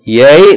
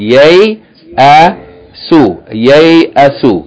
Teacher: Yay, that's a diphthong. Fatha followed by ya with sukun. Yay, a, su.